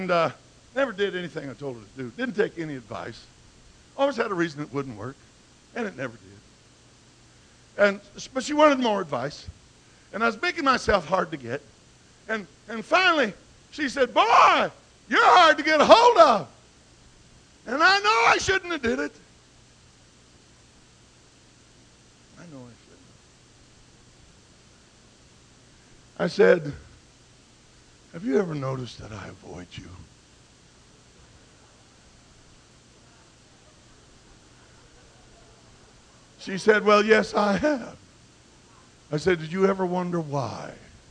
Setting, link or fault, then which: setting, large echoing room